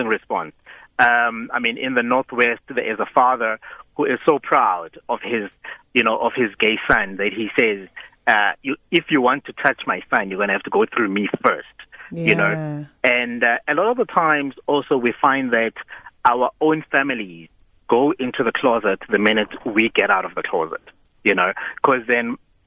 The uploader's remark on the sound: joined on the line